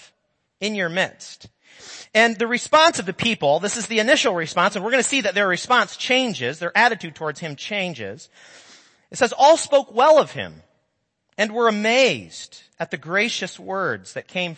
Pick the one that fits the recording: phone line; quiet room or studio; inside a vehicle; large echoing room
large echoing room